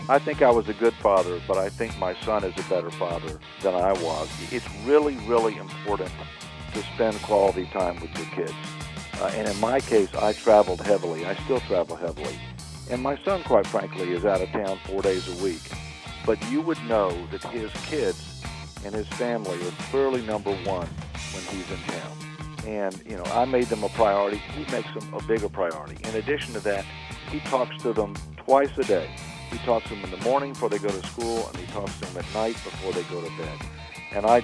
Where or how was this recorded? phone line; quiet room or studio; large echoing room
phone line